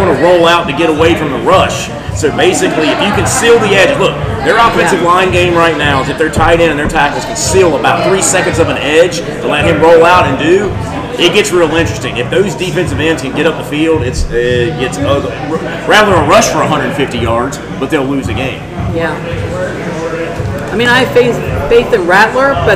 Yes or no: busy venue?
yes